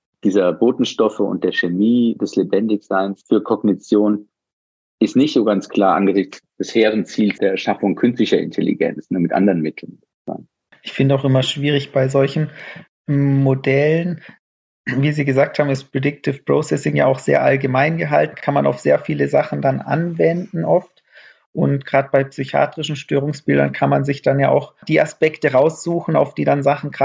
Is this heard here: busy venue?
no